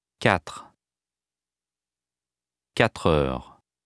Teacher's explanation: The e muet at the end of quatre is not pronounced in isolation or before a vowel. However, it is pronounced before a consonant to avoid having three consonant sounds come together.